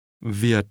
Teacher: The tone in Viet falls and then is cut off sharply. This is known as the low, falling, broken tone.